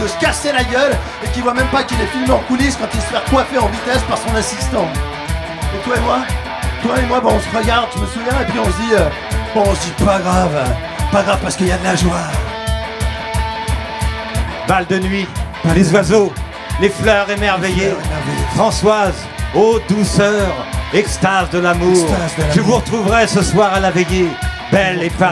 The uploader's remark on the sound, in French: En direct de La Loge. Un studio d’enregistrement où pousse des fleurs artificielles à arroser chaque soir.